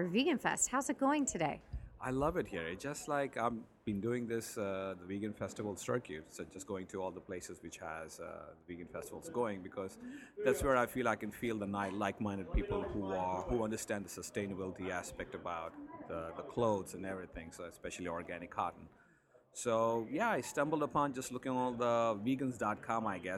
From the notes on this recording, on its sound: Voices from the Columbus, OH VeganFest! Hear from the organizer and from people who attended--kids included.